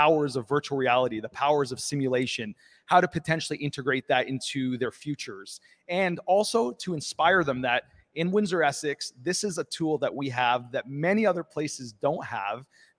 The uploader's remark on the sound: live at Windsor's Automobility and Innovation Centre